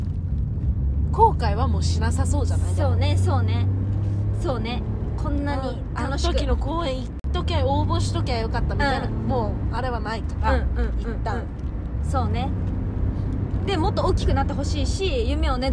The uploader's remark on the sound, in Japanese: 帰り道で録音してよかった！